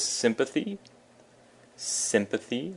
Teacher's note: Sympathy, with the emphasis on the sim